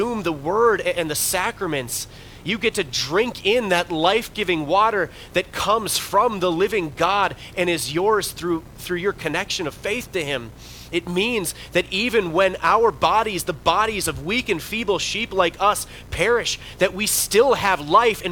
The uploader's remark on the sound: Bethany, Appleton, WI. Preached this sermon at Bethany's Saturday worship.